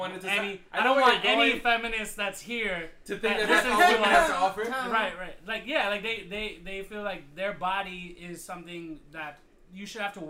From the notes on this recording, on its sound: SORRY FOR THE POOR AUDIO BUT WE HAD TOO MANY PEOPLE AND NOT ENOUGH MICS.